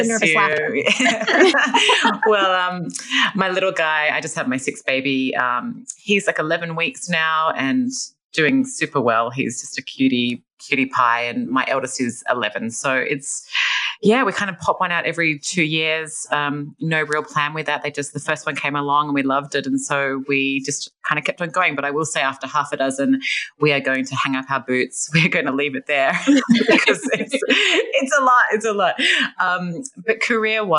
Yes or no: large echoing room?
no